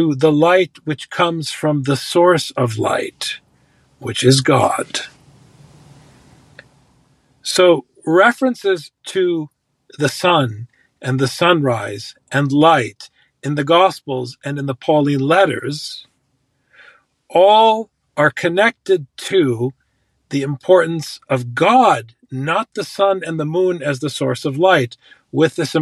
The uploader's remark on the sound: A cloud service provider outage, one co-host recovering from illness, and the other recording from a parked car somewhere with only two bars on a mobile device.